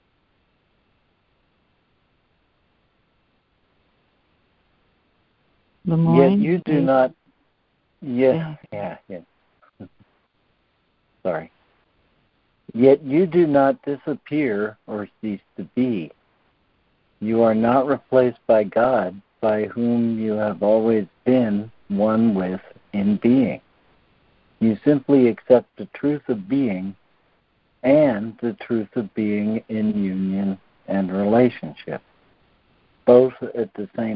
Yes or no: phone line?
yes